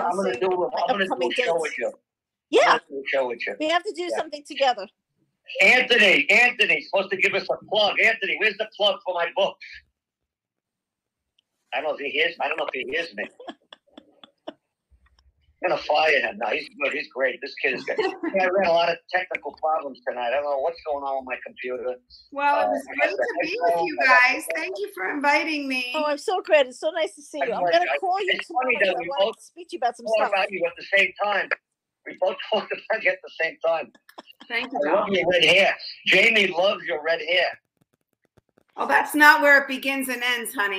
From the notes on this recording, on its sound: Please disregard audio problems